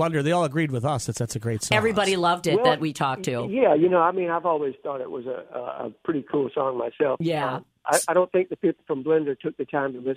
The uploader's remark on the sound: on the phone